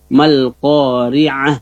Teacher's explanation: perlu diperhatikan di sini huruf ainnya al-qari'ah, ya, di tengah tenggorokan